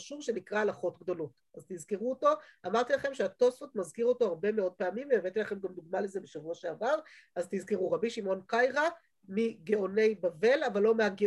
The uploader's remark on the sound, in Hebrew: שהועבר והוקלט בזום עם תלמידות מדרשת שחרי